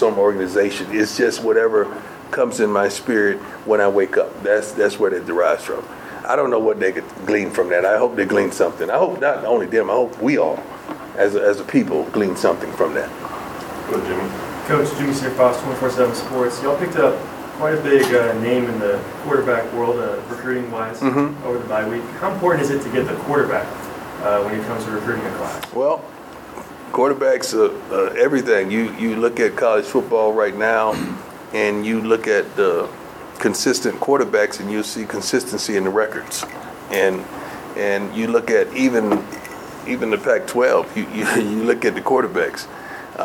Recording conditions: busy venue